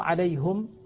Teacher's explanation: عند الإمام حمزة من كلا الروايتين عنه من خلف وخلاد، بضم الهاء في حالة الوقف والوصل